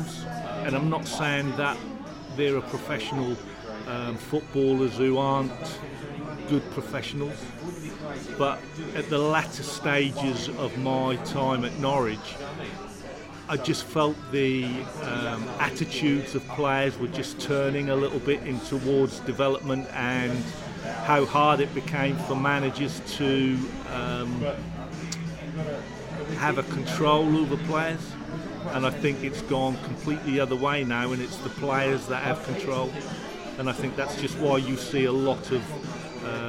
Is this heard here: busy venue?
yes